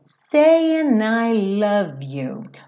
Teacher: Logo nesse começo, esse saying, a gente já percebe esse G mudo, como quase sempre acontece, especialmente quando a gente tem ali um ing, né?